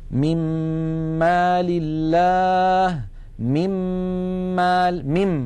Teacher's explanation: لاحظوا أننا ننتقل من الميم الأولى إلى الميم الثانية مشددة · Term: إدغام بغنة